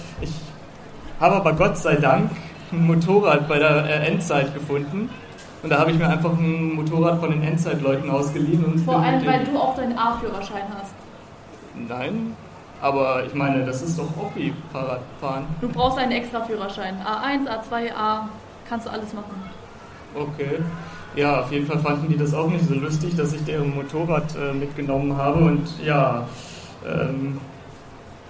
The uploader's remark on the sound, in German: Unser Live Auftritt bei Annotopia!